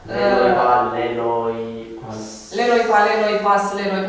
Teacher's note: Că nu e aspirat deloc, nu are nimic.